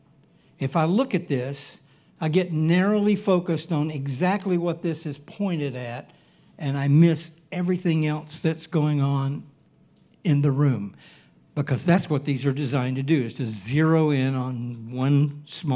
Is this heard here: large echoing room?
yes